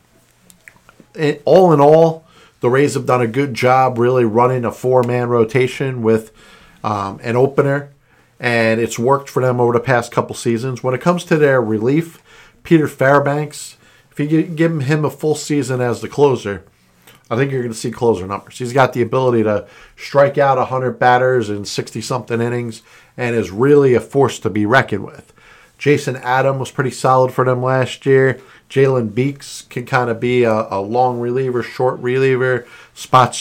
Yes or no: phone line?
no